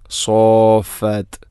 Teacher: മദ്ദ് ലാസിമാണത്, രണ്ടോ നാലോ ആറോ ഹർക്കത്തിന് തുല്യമായിട്ട്, ആറ് ഹർക്കത്തിന് തുല്യമായിട്ടാണ് അവിടെ നീട്ടേണ്ടത്. സോഫാത്ത്, മദ്ദിൻ്റെ അക്ഷരമായ അലിഫിന് ശേഷം ഷദ്ദ് വരിക എന്നുള്ളതാണ് മുസഖൽ.